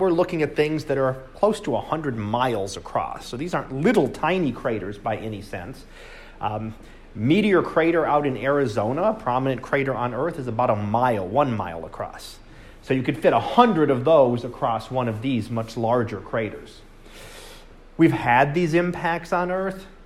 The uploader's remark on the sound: Live Class Lecture.